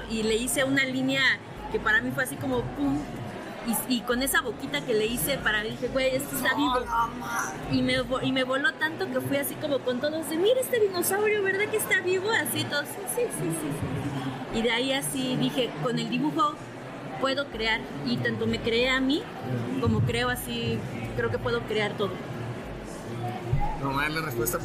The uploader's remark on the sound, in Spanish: En el Festival Rayón 2022. El audio fue un poco caótico por estar en medio del evento.